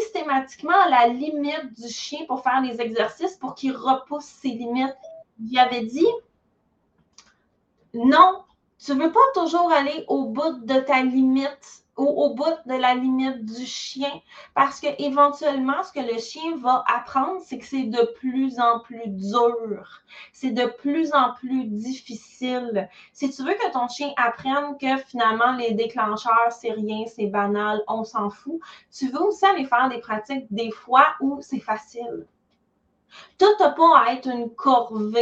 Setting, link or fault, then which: link, video call